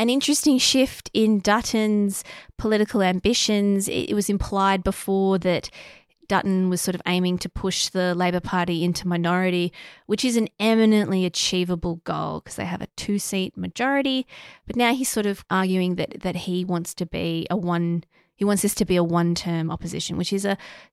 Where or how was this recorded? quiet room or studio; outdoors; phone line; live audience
quiet room or studio